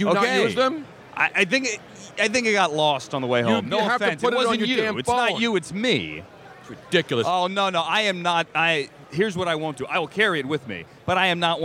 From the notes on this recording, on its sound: Here at Radio Row for Super Bowl 52 LIVE from Mall Of America and this place is now crawling with players of today and yesterday. Hall Of Famers and Prime TIme Players everywhere.